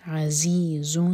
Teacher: زا buzzing sound کے ساتھ